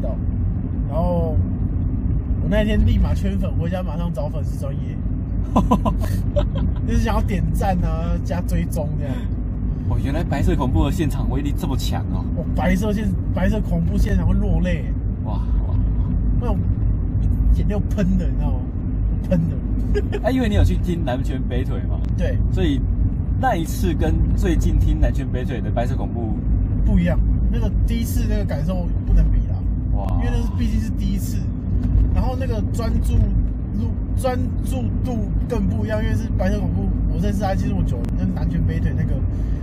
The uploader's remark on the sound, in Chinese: 錄音地點：AM車上